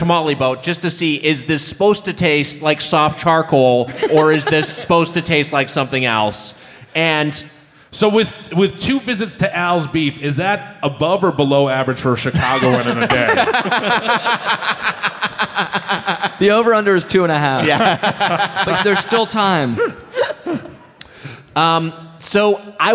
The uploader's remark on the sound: Recorded live as part of Headgum Live In Chicago at Thalia Hall, on June 14th, 2019.